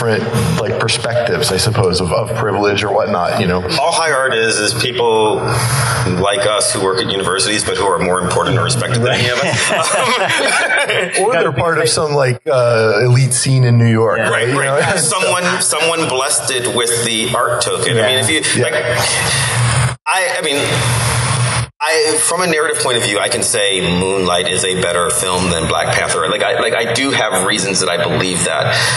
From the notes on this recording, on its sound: Live from Wizard World Pittsburgh!